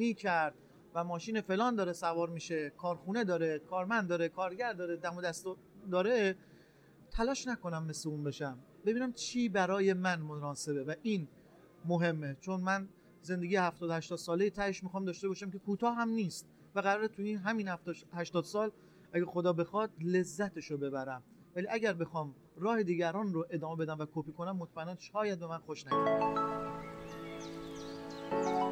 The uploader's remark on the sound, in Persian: این قسمت در نمایشگاه ETex گیلان ضبط شده